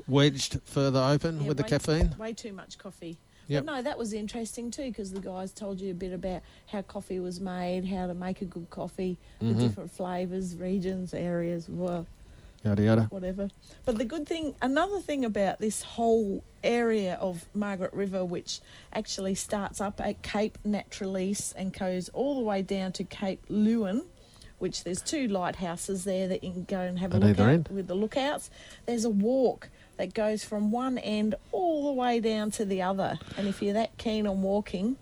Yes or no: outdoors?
yes